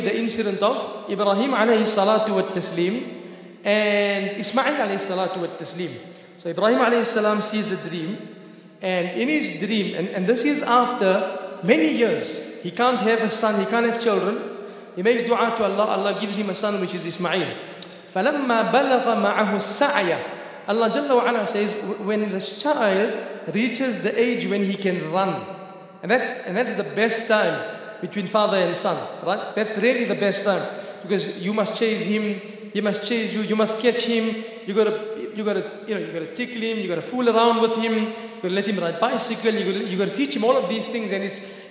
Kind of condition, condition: setting, large echoing room